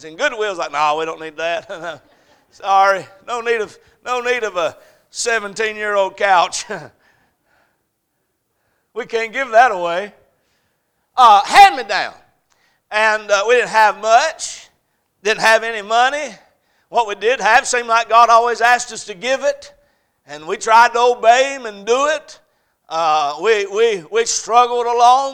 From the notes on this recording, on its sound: A message preached at Crossroads Baptist Church